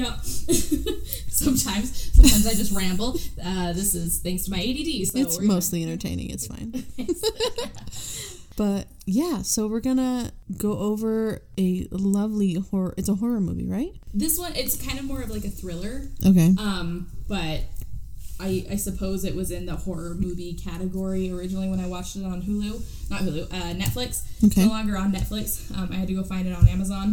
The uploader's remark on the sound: This was our first time recording, so we apologize for the poor quality!